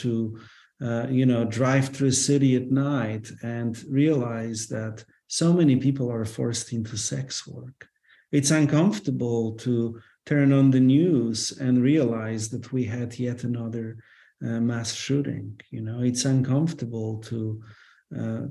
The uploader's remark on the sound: This episode we share the audio of that free preview webinar conversation.